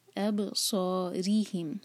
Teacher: را کے نیچے کسرہ، اس کو باریک پڑھیں گے